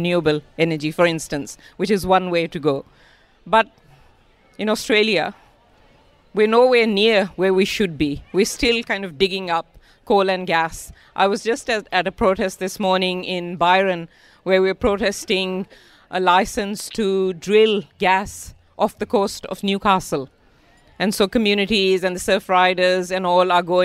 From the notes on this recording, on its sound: Hosted live at Renew Fest in May, and it's incredible to have such an energetic and progressive crowd in the background of the conversation. The energy from the live crowd at Renew Fest.